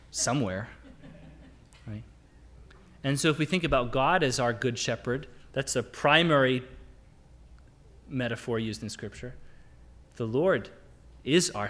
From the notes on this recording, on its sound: Sermon audio from the LBC worship service on Sunday, February 13, 2022.